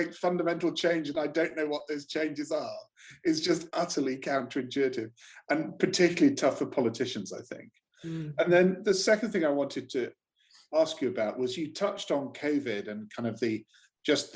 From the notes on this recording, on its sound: This podcast is a audio recording of a webinar from the Digital Leaders Innovation Week. This podcast is a audio recording of a webinar from the Digital Leaders Innovation Week.